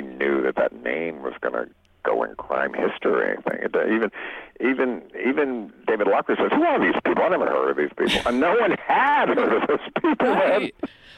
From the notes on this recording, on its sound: called in from his home in Baltimore